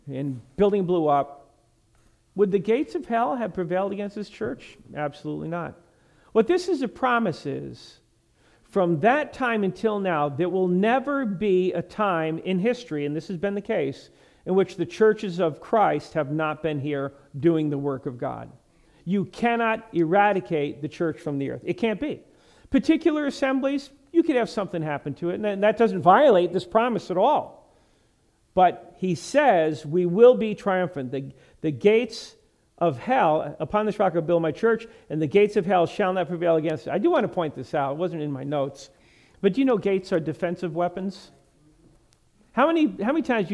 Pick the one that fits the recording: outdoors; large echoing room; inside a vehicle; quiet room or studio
large echoing room